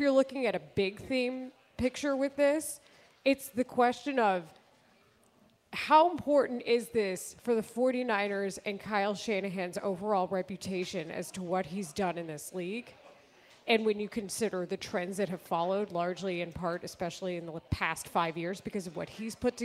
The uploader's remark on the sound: live in Benchmark in Old Town for the Circa Big Game Watch Party